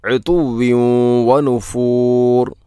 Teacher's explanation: ബൽ ലജ്ജു ഫി ഉതുവ്വി വനുഫൂർ. ഉതുവ്വിൻ, തൻവീനു ശേഷം വ എന്ന അക്ഷരം വന്നാൽ ഇദ്ഗാം നാഖിസാണ്.